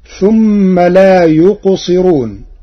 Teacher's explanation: قرأ ورش كلمة لا يقصرون بترقيق الراء لكسر قبلها